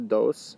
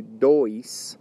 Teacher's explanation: The number 2, dois, is similar to dos, but it's D-O-I-S. So where the number 2 in Spanish, dos, is an accent down towards the end of the word, the number dois, D-O-I-S, is a rising tone towards the end of the word